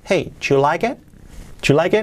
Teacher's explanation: fijaos la T del final de it, que casi, casi, casi no se pronuncia